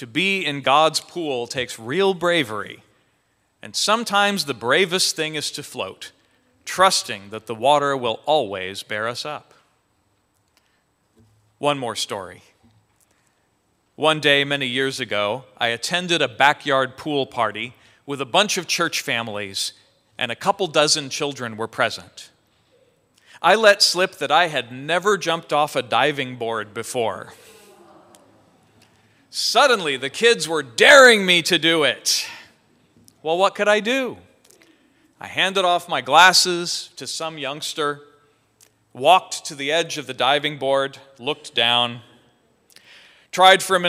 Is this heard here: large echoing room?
yes